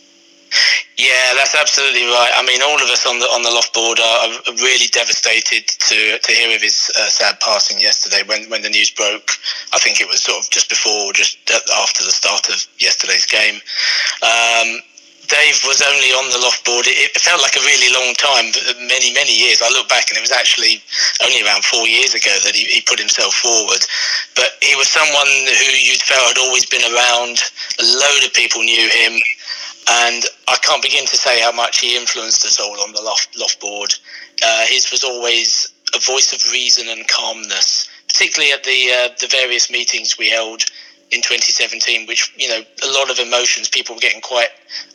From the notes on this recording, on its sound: joins us on the phone